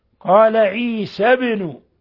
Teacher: الباء ساكنة فتقلقل